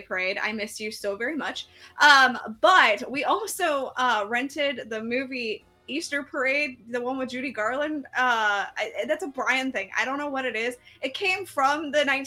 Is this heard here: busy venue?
no